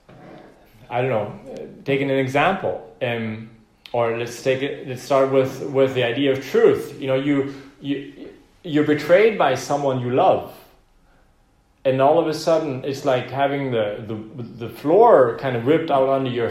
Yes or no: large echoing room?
yes